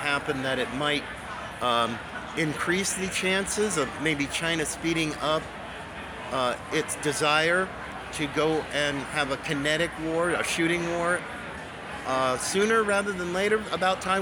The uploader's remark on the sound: LIVE FROM CPAC TEXAS